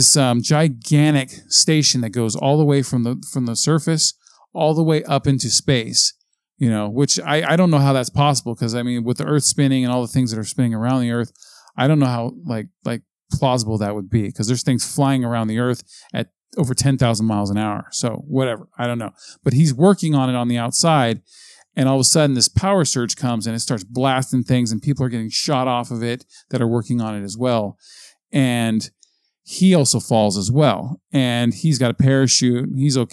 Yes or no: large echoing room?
no